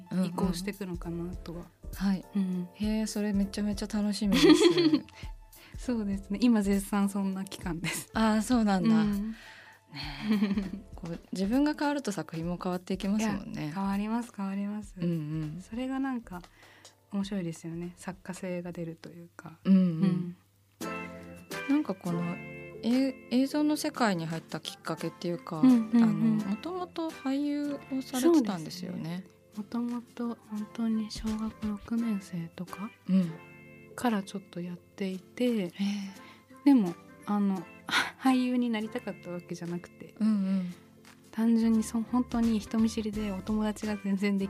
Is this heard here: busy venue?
no